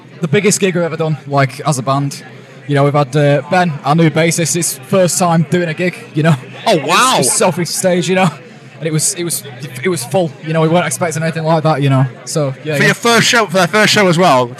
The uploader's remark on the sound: From our 'Live from Bloodstock 2023' series.